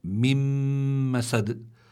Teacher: النون الساكنة أدغمت بالميم لأن الميم من حروف الإدغام والإدغام يكون مع الغنة · Term: إدغاما مع الغنة